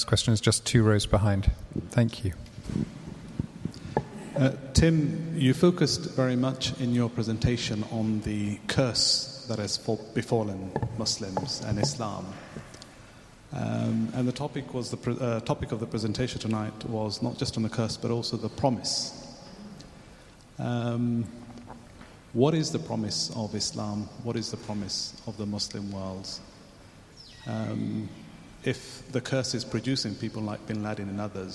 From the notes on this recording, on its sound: This is the question and answer session which followed the Shaykh's lecture. This is the question and answer session which followed the Shaykh's lecture.